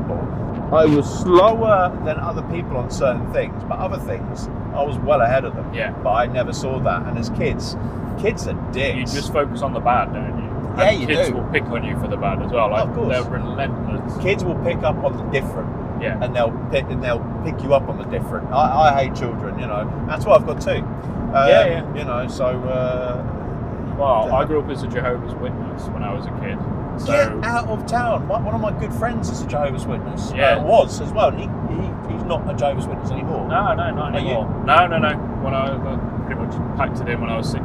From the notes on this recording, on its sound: It was about half an hour in to the drive. This was recorded in the rather noisy GT86, and using microphones I've not used before. There may be some road noise, and there's two parts to the recording.